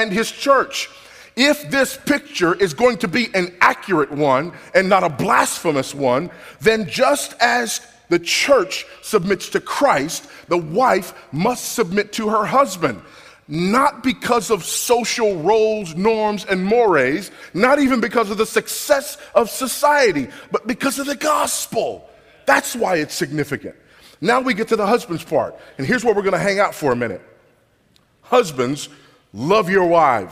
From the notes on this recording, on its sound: This sermon was recorded at Grace Community Church at Shepherd's Conference 2012.